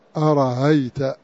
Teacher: غير أن نافع وحده يسهل الهمزة فيجعلها بين بين بين الهمزة والألف